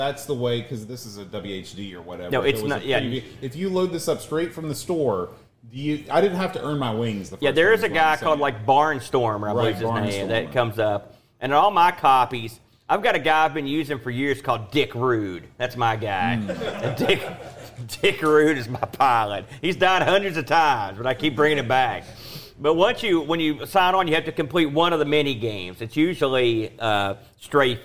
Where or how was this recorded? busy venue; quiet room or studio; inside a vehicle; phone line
busy venue